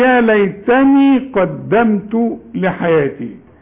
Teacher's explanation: ما تغنش الميم اللي على السكون اللي بعدها التاء